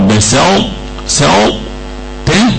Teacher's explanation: في اثر من الطاء اللي هي صفه الاطباق، احو حو تو اهي، مفيش خلقانه ولا حاجه، لا هي فيها صفه اذا وجود اثر من المضغم هنا، الاثر المضغم اللي هو الاطباق في الطاء.